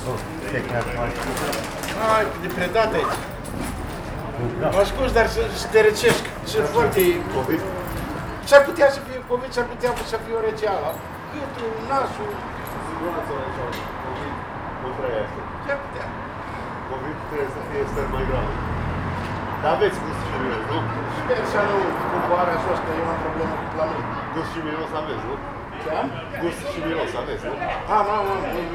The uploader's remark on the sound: Captured on a Friday evening on the street outside a small bar. Traffic is passing by as people are gathering in a bar opposite.